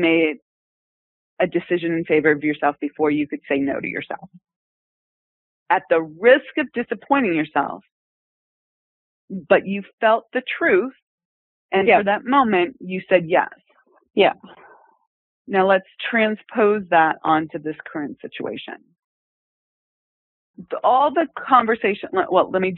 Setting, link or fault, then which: link, phone line